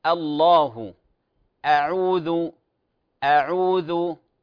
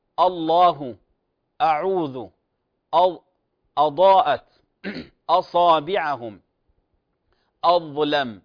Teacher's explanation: تفخيم همزة القطع، يعني الهمزة الابتدائية، وخاصة إذا جاء بعدها حرف استعلاء، حرف تفخيم · Shown in: second take